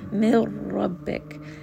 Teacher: Mil rabbik, again, this is going to be idgham, but this one is without gunna, meaning that there is no hint of the noon, no sign of the noon. Simply merge this together with dara, and you don't need to bring this up into the nose.